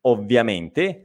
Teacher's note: abbiamo la doppia V, ovviamente, sentite, è più intenso il suono